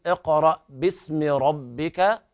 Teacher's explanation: الراء هنا من الدرجة الثانية في التفخيم